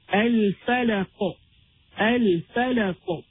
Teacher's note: there should be iftirar, there should be this echo or this jerking sound · Term: Al-Qalqala